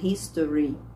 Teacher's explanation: E o nosso i em inglês não é um i muito prolongado.